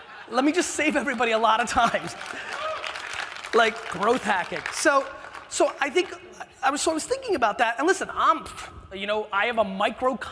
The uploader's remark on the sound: Keynote in San Francisco - 2013. Is a throwback keynote/fireside chat I gave in San Francisco in 2013!